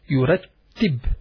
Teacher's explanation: So you stress more on the ta while you are pronouncing it.